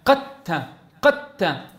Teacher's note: حولت الدال هي إلى تاء وأدغمتها في التاء المفتوحة بعدها · Term: إدغاما كاملا